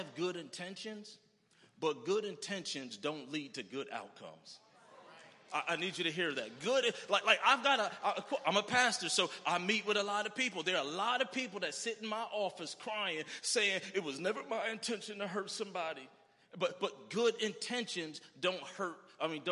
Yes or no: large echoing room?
yes